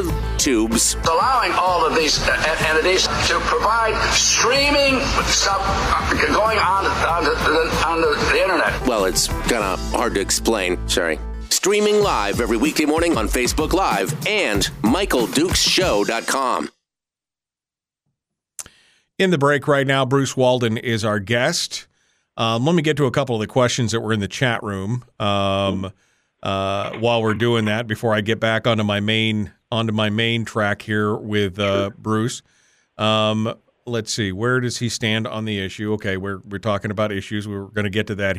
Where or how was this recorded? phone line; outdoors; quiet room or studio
phone line